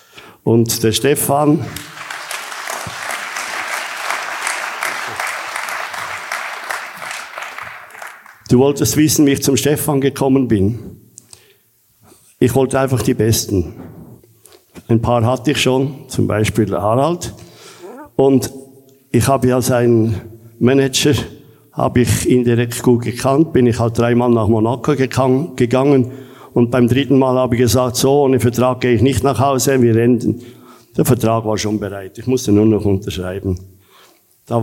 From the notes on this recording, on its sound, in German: Endlich meinen ersten großen Livepodcast zu veröffentlichen. Meinen knapp 400 Zuschauern. Auf der Bühne präsentieren zu dürfen.